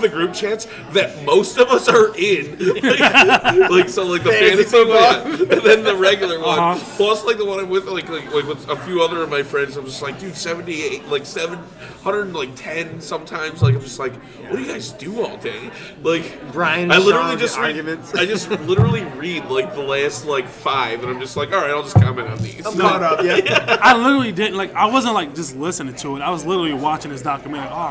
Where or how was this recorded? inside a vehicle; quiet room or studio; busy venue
busy venue